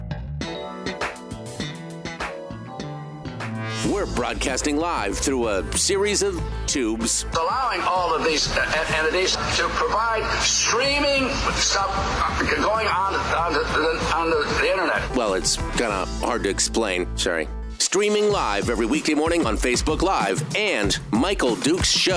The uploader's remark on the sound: Let you steer the show with phone calls and discussions on whatever topic comes to mind.